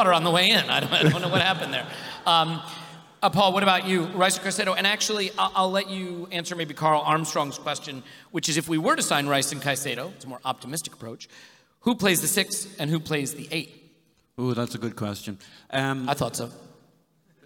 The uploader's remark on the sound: This episode is a recording of the Arseblog & Arsenal Vision Live event from Union Chapel, on Saturday, May 27th.